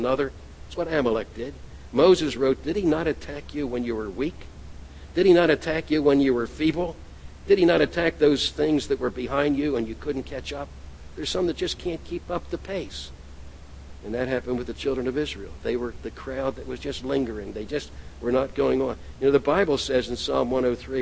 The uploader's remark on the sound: at The People’s Church of Somerville, NB on the morning of May 18, 2014